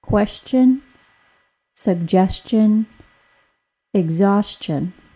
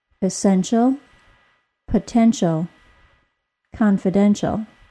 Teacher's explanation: There's a sort of groove running down the center of your tongue that the air travels through, creating the SH sound. To create the CH sound, the tip of the tongue briefly touches the back of the tooth ridge, and then the tip is released into a shape much like the SH sound.